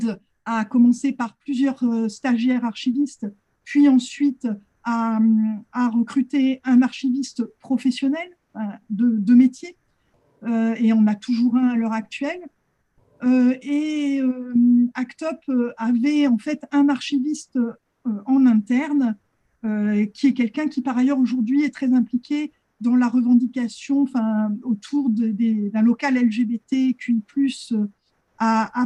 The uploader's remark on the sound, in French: Discussion Enregistré sur Zoom.